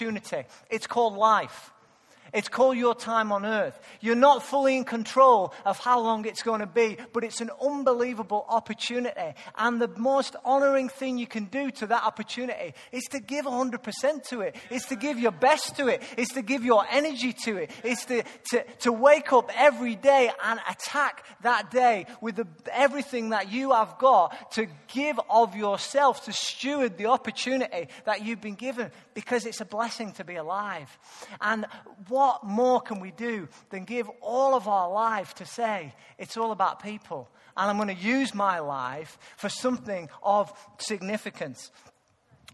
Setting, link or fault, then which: setting, large echoing room